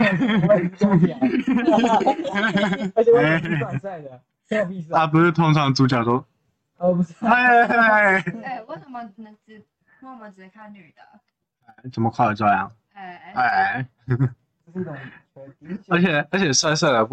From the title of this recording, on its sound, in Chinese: 音質差請見諒